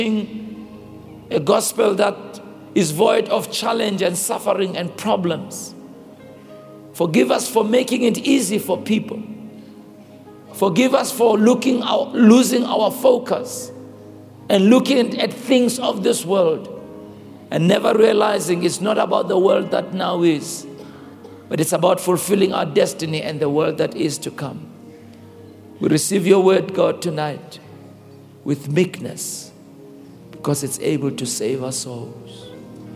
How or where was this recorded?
large echoing room